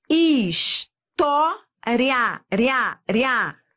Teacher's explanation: Eu vou da semivogal para vogal. Eu tenho aqui um ditongo crescente.